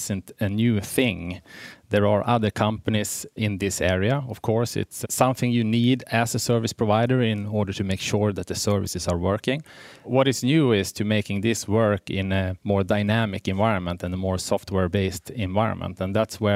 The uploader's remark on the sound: Joins Intel Chip Chat Network Insights from the SDN &#038; NFV World Congress at The Hague. Joins Intel Chip Chat Network Insights from the SDN & NFV World Congress at The Hague.